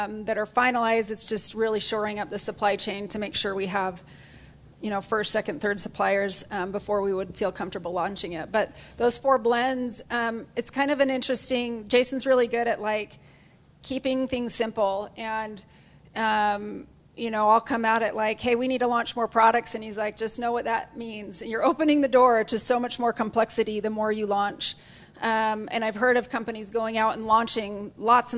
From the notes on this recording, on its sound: Audience Q&A.